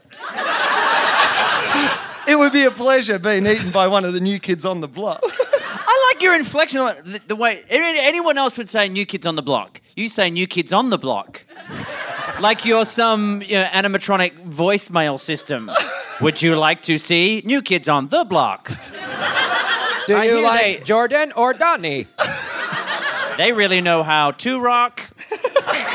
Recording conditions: live audience